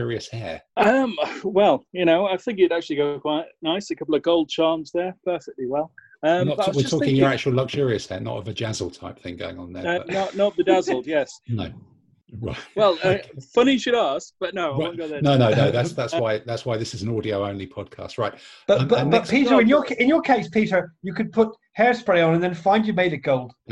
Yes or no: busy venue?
no